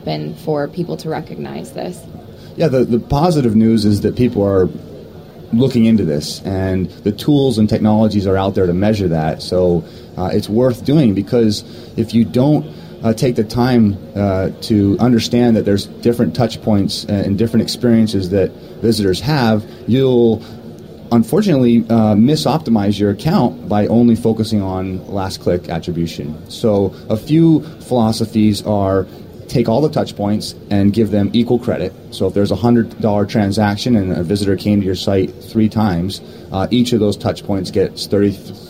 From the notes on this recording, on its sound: On Location from SES San Jose 2009